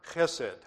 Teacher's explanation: You have to use your throat. It's a guttural.